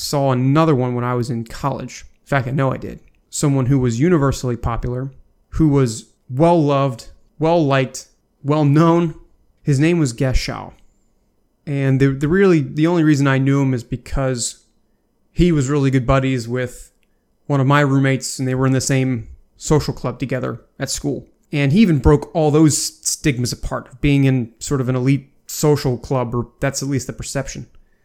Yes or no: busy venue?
no